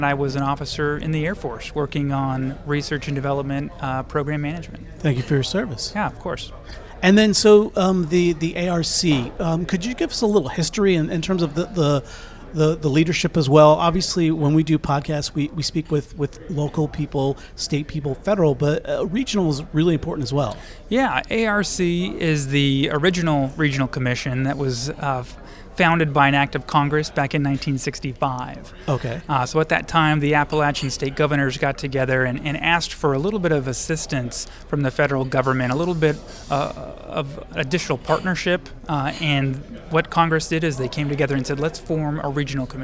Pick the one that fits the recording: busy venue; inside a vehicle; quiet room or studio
busy venue